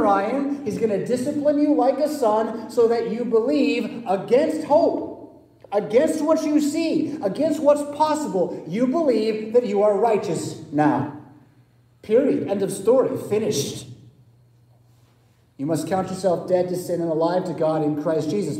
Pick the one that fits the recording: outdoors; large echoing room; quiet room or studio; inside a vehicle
large echoing room